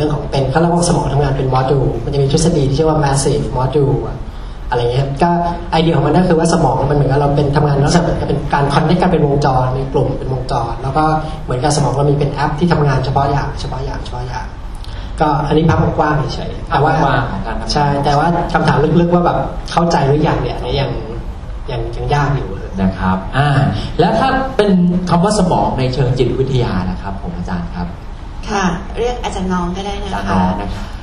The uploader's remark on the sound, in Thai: เสียงอัดจากงานเสวนา. จัดที่คณะเทคนิคการแพทย์ มหาวิทยาลัยมหิดล ศาลายา.